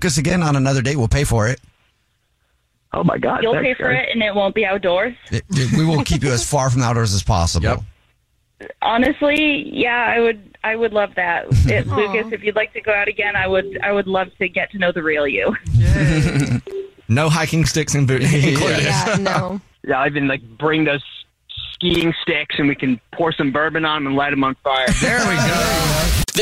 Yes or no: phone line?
yes